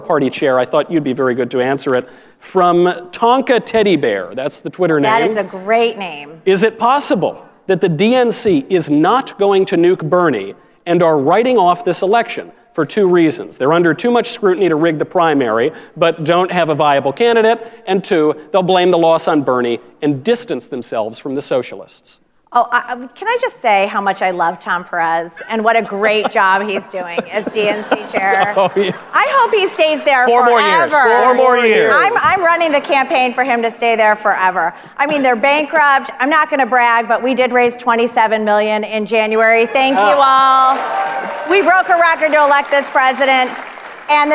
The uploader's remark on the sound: Live at CPAC